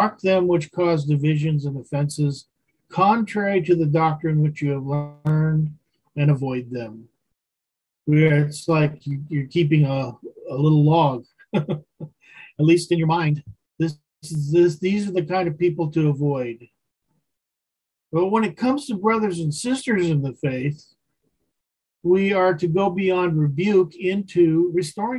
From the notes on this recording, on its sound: Wednesday Zoom study.